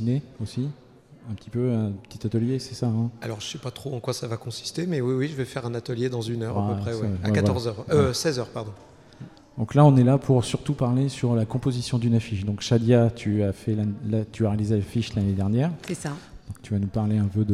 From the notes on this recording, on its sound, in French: Voici l’émission spéciale réalisée lors du Festival A Tours de Bulles 2019, par nos chroniqueurs BD.